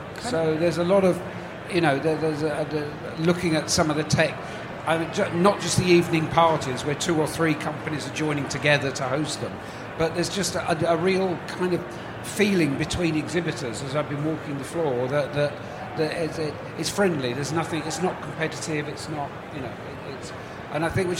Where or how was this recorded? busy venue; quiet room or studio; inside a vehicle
busy venue